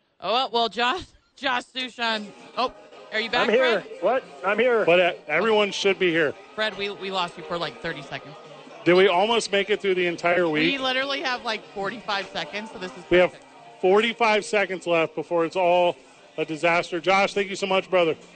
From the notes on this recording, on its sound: live from Hooters